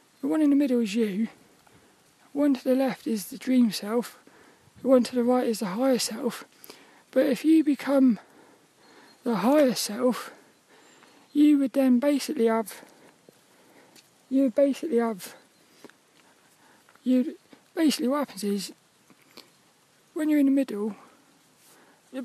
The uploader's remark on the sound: Was a Walk and Talk around Plymbridge Woods in Plymouth. As he joined us for this one in the pouring rain.